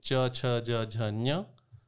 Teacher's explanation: आपकी जीव जो है तालू पे छू रही है जो आपके मसूड़ों के थोड़ा सा ऊपर है